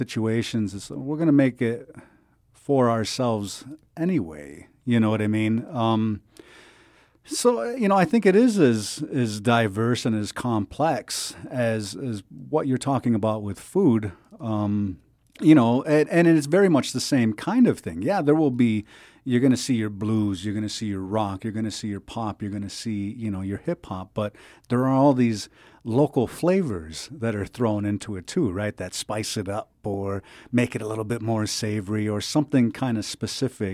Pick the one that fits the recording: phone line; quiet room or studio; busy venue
quiet room or studio